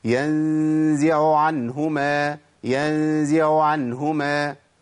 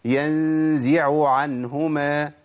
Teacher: أنا في الأولى العين الأولى بقت باهتة ما كانتش باينة خالص · Shown in: first take